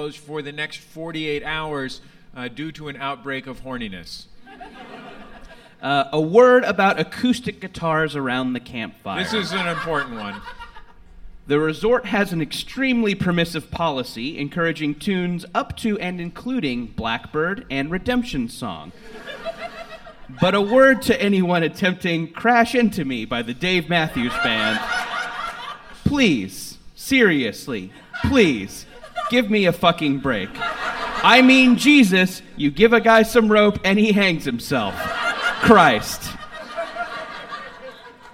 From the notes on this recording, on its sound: Live on stage at MaxFunCon East.